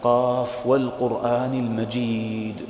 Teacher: حرف القاف يعني من حروف الاستعلاء، أخرجه من أقصى اللسان، يعني حرف الاستعلاء هذا يعني فيه يعني قوة.